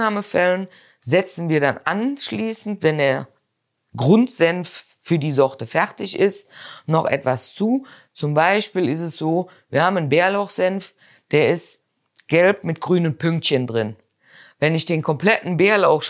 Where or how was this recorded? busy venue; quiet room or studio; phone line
quiet room or studio